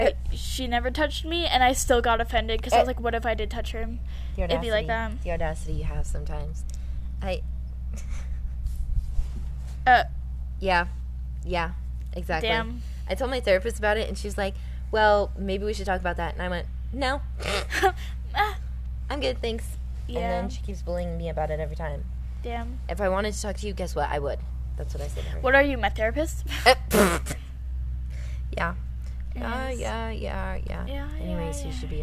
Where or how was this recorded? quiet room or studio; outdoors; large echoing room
outdoors